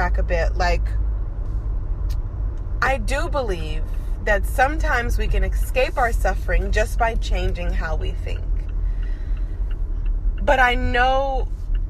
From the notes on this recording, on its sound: Car Talk. In the car.